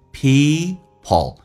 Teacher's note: 长元音，嘴角咧到极限